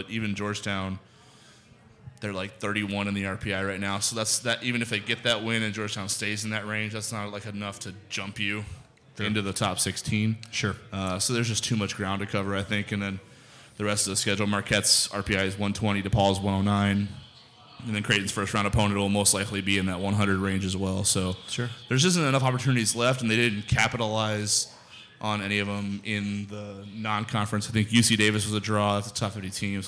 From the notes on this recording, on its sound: LIVE from Scriptown Brewing in Omaha!